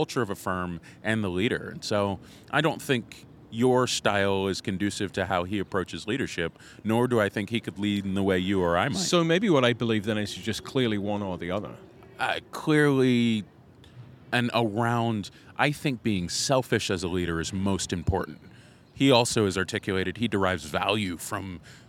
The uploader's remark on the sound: “Live” from San Antonio de Valero Mission of The Alamo.